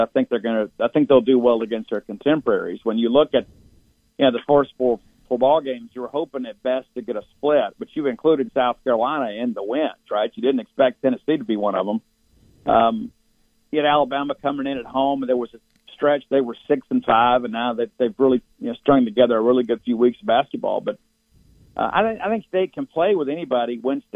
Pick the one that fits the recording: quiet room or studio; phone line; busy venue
phone line